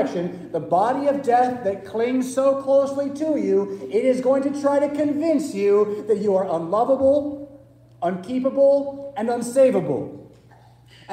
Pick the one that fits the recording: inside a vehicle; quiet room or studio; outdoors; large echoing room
large echoing room